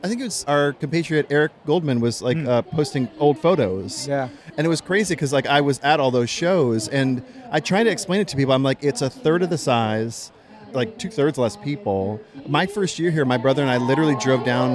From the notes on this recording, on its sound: Marvel Creators LIVE! from SDCC 2018. Live the SDCC 2018 floor.